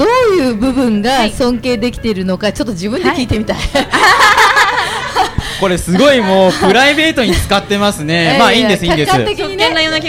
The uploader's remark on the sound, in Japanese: 麻布十番商店街入口にある、ビストロ「蝶蝶」にて行われた公開収録の模様をお送りします。